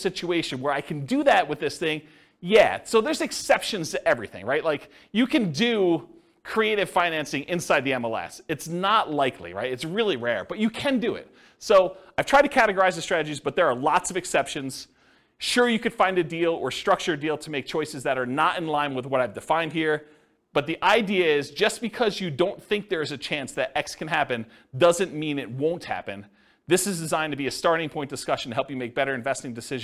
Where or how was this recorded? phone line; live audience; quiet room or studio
live audience